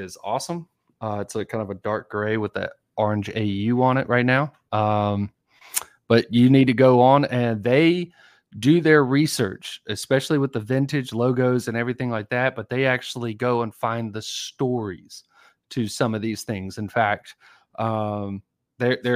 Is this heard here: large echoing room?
no